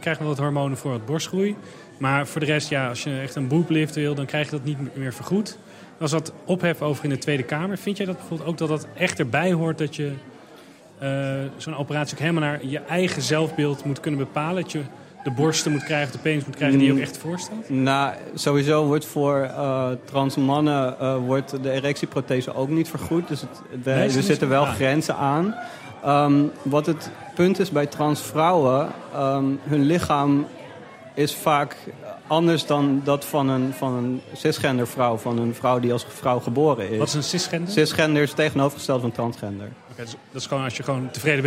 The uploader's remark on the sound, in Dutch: vanuit de Skylounge van het Double Tree by Hilton Hotel in Amsterdam.